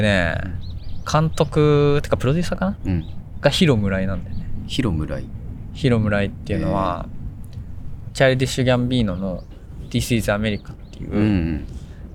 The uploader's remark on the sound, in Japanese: 久しぶりに外で収録